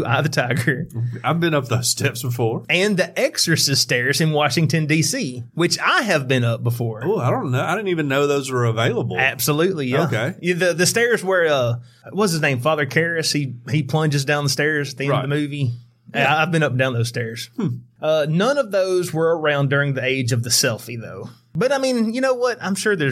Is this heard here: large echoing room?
no